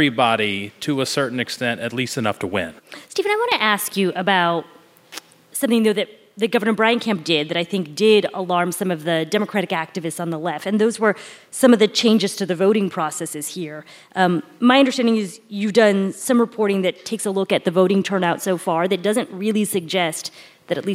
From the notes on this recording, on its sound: In a live show on Thursday, October 20th, at the Buckhead Theater in Atlanta